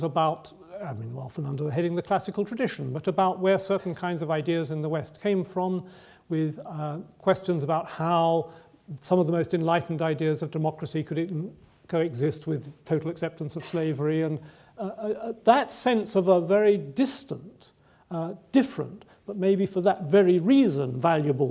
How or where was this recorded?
large echoing room